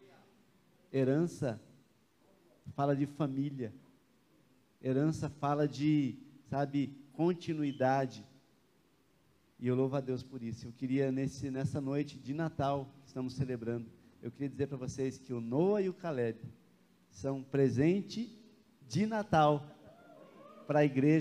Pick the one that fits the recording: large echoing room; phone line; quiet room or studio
large echoing room